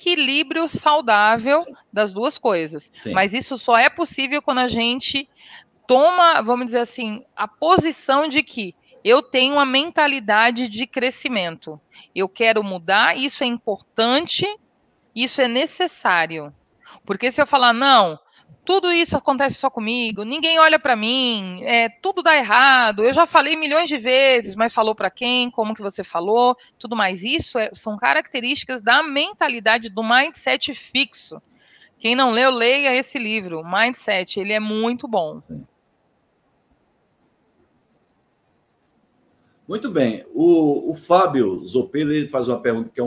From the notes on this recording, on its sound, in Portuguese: Este é o áudio da Live realizada no dia 30;01/2023